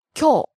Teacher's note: It starts high and goes low. · Term: pitch accent